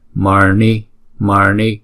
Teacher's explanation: chữ N này phải uốn cong lưỡi lại và búng ra